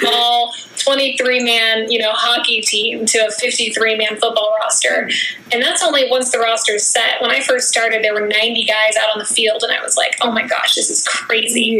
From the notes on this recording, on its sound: via ZOOM